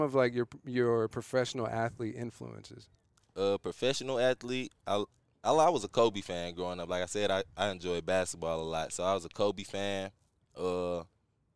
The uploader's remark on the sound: We are live on location at the Friday Night Lights Youth Football Camp, hosted by KDP Athletics.